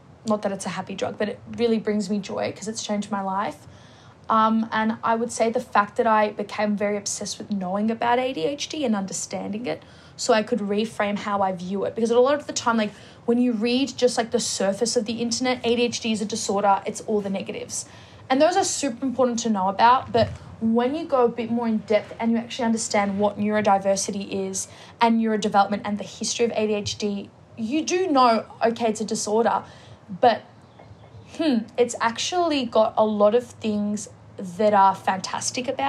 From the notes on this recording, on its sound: whilst I sit outside locked out